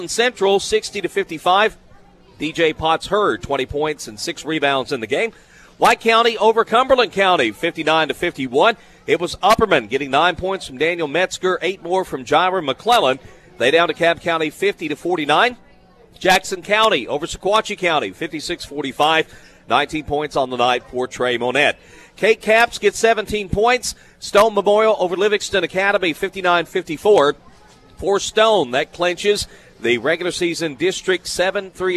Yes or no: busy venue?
yes